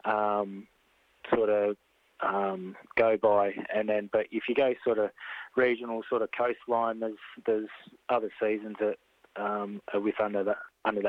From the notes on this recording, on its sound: phones